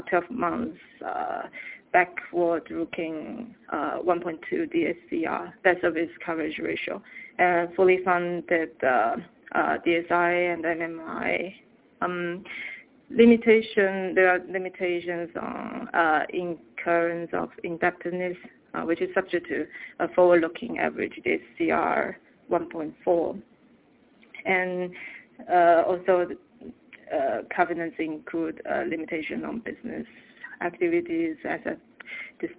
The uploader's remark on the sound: Teleconference Replay. By Fitch Ratings.